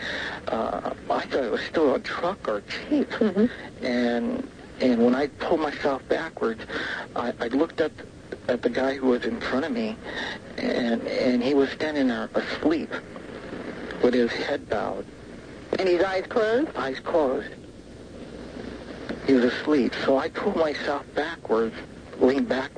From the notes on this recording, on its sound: holds her tape recorder to the phone